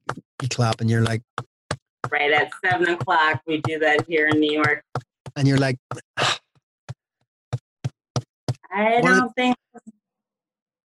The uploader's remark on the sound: Via Zoom, from her apartment in NYC. Recorded via Zoom. Studio facilities provided by irishvoiceovers.co.uk.